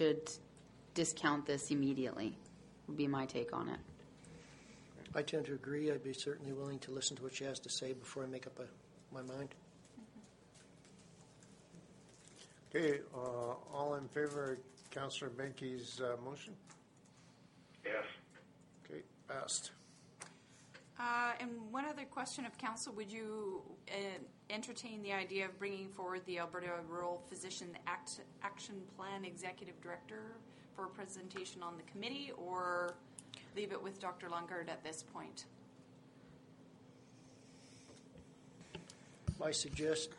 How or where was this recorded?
large echoing room